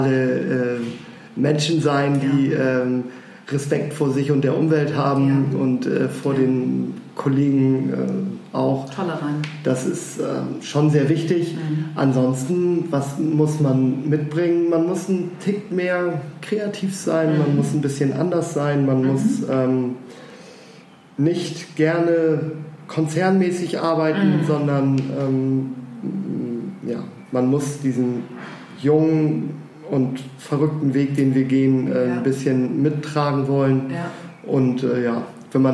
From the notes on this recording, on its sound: Eat.share.live - restart 2019.